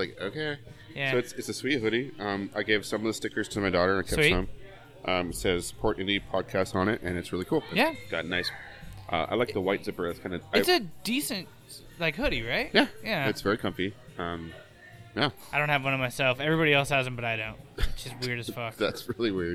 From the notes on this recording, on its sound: This week we're live from a local taproom